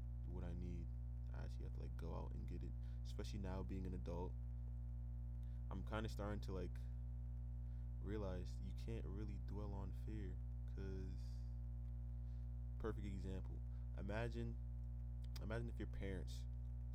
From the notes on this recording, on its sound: apologize fro the buzzing